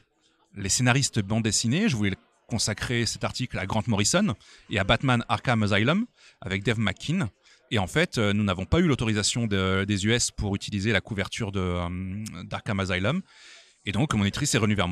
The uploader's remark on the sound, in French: lors de la dernière édition du festival Quai des Bulles à Saint-Malo